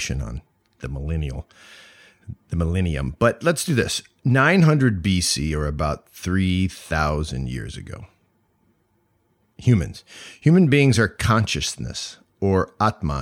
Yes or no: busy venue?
no